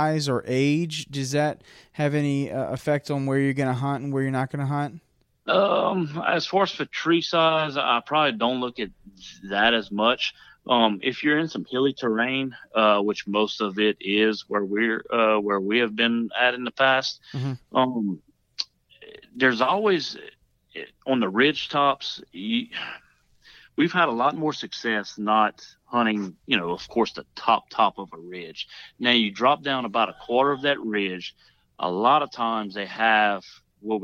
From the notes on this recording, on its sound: We're on the phone